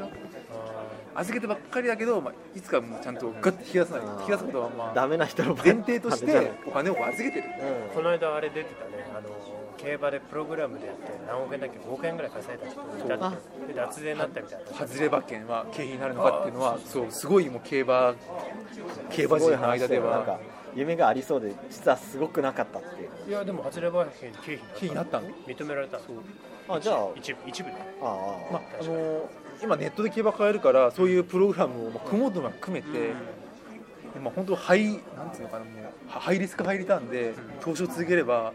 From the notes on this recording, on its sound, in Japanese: 今回も都内某所某ファミレスで収録しています。